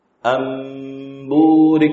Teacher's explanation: perhatikan panjang gunnah qalb itu lebih pendek daripada panjang gunnah al-idgham